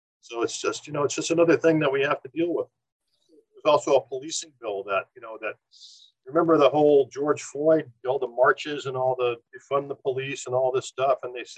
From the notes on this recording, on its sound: Apologies the audio quality is not quite as good as usual, variable rural broadband, we're afraid!